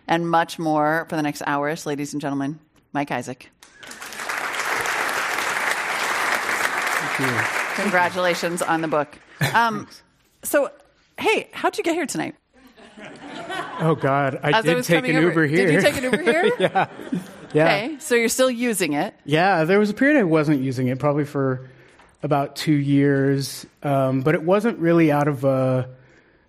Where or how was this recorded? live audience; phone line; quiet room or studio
live audience